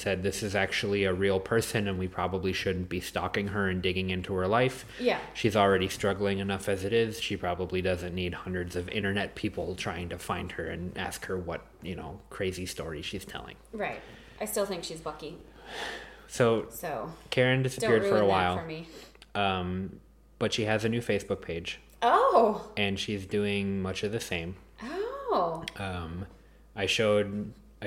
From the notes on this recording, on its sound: Listen as his little doggies never stop walking around, constant interruptions from his wife and my Mom!